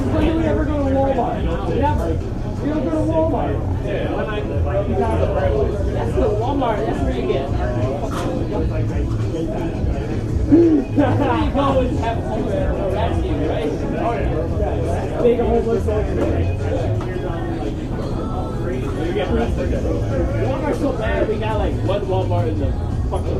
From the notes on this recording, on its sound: Sounds like a party & the file name places this on west Belmont in Chicago